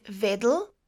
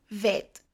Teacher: Past form of some male verbs lost their L at the end. · Shown in: second take · So instead of saying vedl, he led or was in the lead, they say ved.